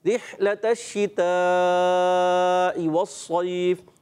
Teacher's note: اور تا کو موٹا نہیں کرنا